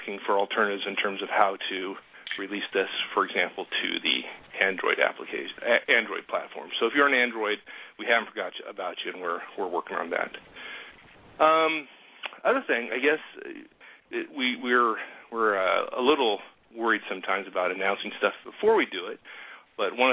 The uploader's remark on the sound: March 2011 Conference Call